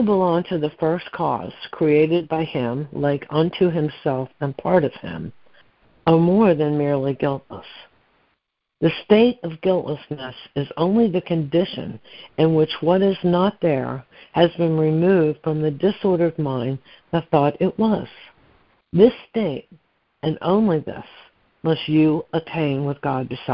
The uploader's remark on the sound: ACIM Daily Conference Call